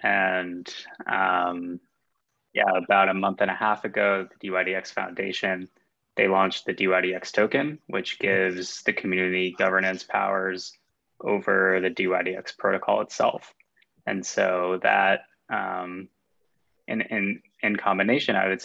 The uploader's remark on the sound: joined a zoom meeting